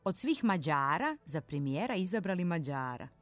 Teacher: Dakle, kratkouzlazni akcenat na prvom slogu i dužina na sljedećem. A onda se u promjeni akcenatsko mjesto pomera tamo gdje je bila dužina i akcenat se menja u dugouzlazni